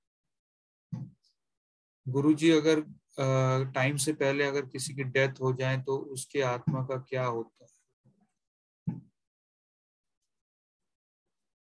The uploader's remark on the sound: Zoom recorded class